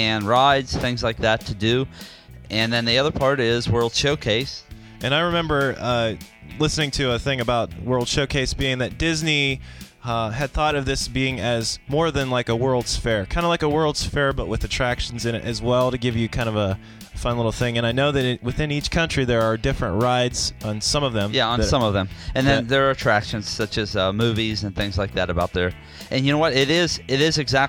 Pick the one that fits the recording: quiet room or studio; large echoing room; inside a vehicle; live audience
inside a vehicle